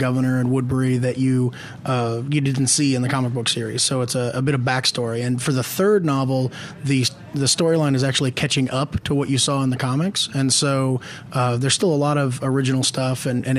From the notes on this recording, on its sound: as we broadcast LIVE from Comic Con 2013